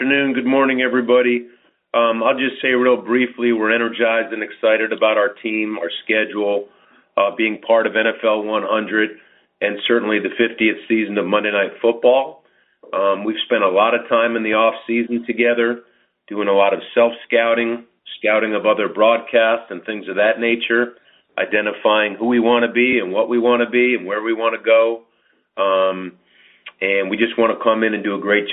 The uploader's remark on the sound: MNF Conference Call